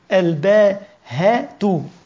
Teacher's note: بدل الهمزة نحط هاء